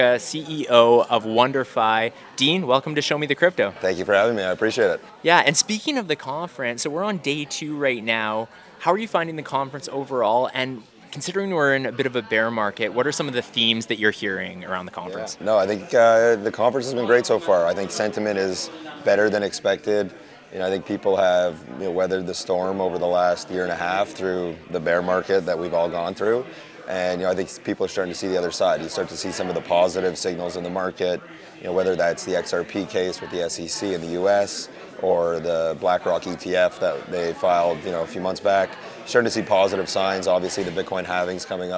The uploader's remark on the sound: at the Blockchain Futurist Conference in Toronto, Canada